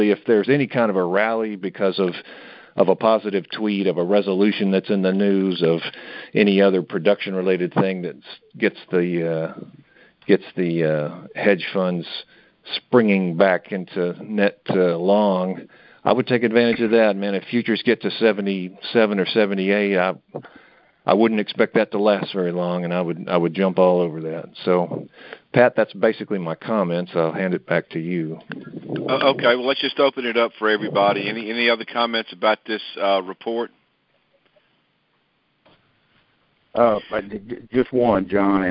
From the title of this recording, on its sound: Monthly Conference Call